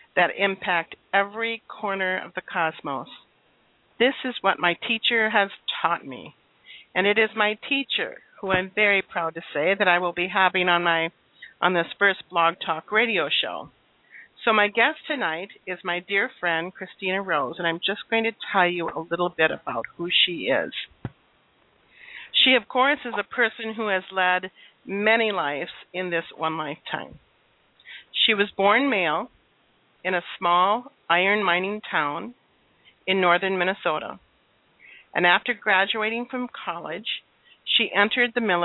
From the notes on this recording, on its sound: She is currently living in California and will be joining us via phone.